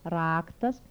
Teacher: Alveolar tap without palatalization.